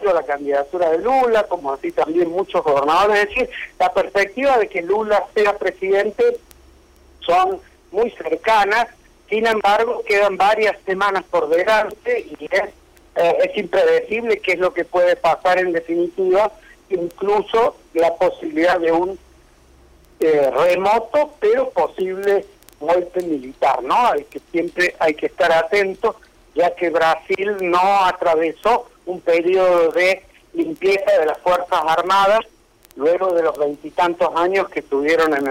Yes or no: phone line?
yes